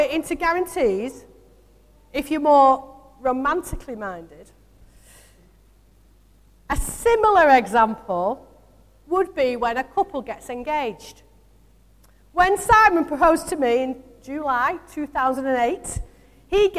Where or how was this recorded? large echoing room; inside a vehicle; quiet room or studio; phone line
large echoing room